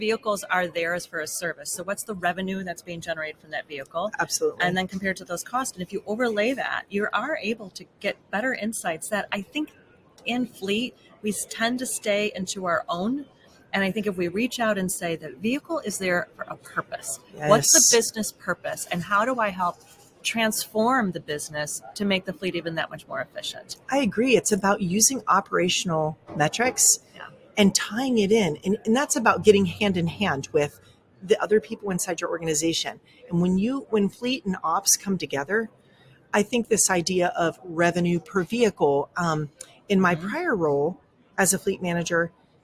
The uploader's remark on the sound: Live from NAFA. Live from the Wheels, Inc.